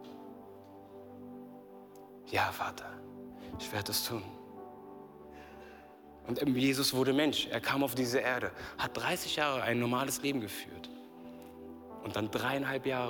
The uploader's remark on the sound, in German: Aus unserem Gottesdienst.